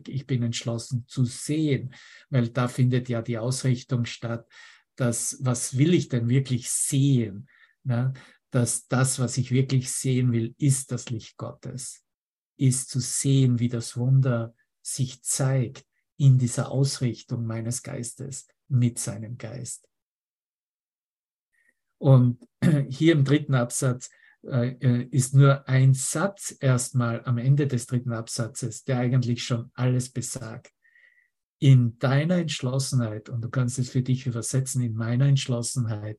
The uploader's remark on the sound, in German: Zoom-Session. Veranstaltet von der Aleph Akademie.